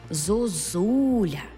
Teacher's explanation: наша «о» буде наближеною до «у». Бо наступний склад є наголошеним складом з «у».